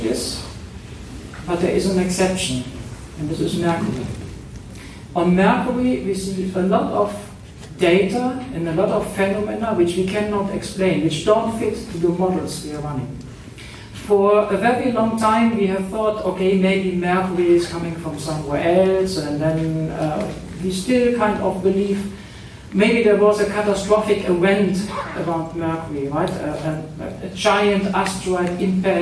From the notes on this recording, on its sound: I was at the launch press event at ESOC in Darmstadt to follow the launch and to record a couple of interviews. Recorded in the middle of the night at ESOC.